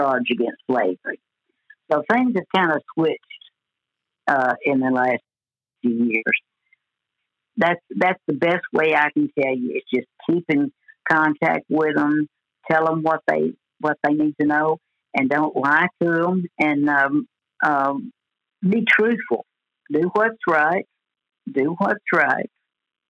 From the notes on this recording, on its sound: joins us on the phone from her home in Paragould